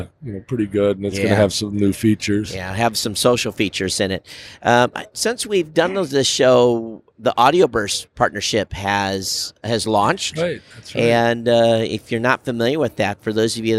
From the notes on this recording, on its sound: Live from Las Vegas at NABShow 2019. NABShow recap, recorded on the last day.